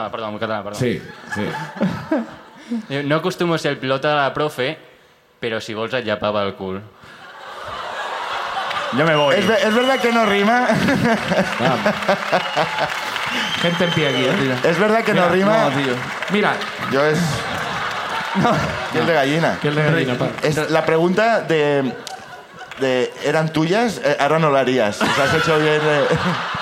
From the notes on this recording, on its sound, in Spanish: La Ruina desde Sant Feliu de Guíxols. El público del Festival Salat nos cuentan.